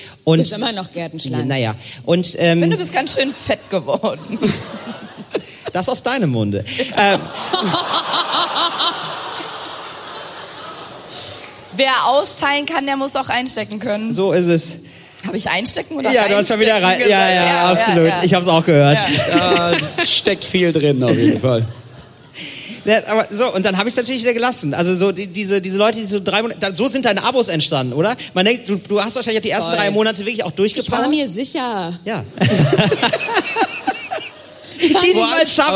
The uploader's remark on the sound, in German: Live vom Podcastfestival Hamburg. Live MIT Herrengedeck vom Podcastfestival Hamburg.